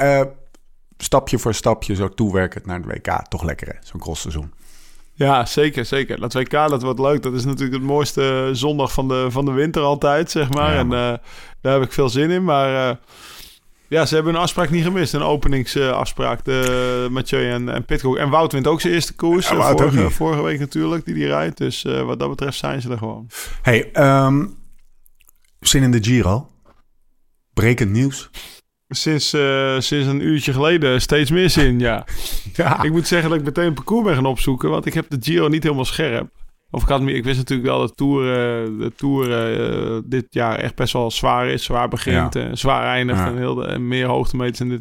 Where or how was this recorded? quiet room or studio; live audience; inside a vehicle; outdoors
quiet room or studio